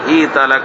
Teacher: لك وفي هذه اللفظة خمس قراءات فنافع وابن ذكوان وابو جعفر بكسر الهاء وياء ساكنة وتاء مفتوحة